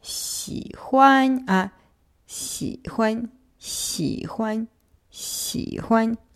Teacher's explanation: «Си» си третьим тоном и хуань, хуань первым. Однако в глаголе си хуань, как правило, китайцы делают акцент на первый слог, а второй не тонируется, и получается не си хуань, а си хуань, си хуань, си хуань.